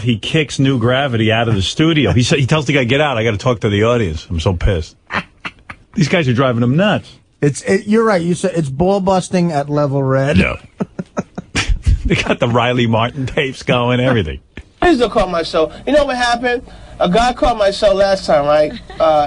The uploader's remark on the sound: Prank Phone Calls. 12 Crank Calls.